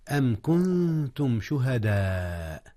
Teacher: إخفاء يا أستاذنا. إخفاء النون قبل التاء